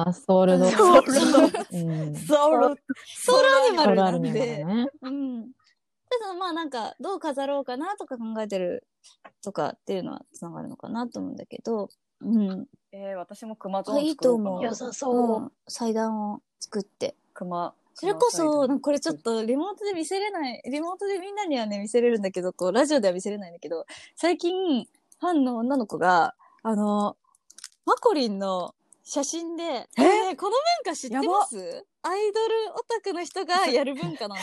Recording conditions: video call